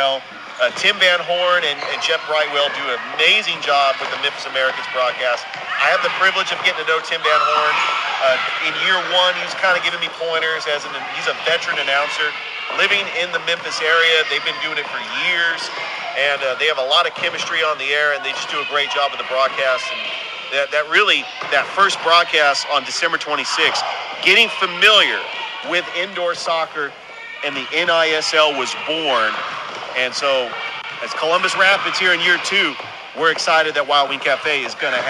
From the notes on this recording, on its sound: Live Show on location at Girls Inc in Columbus, GA